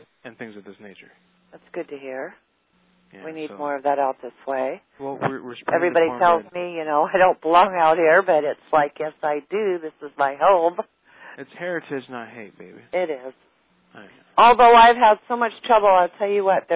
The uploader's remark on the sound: Prank Phone Calls